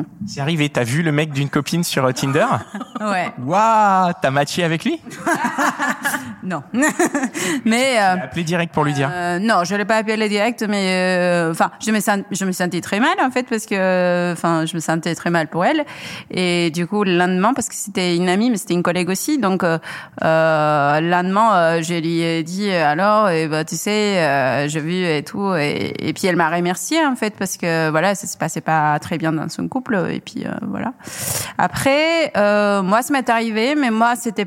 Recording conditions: busy venue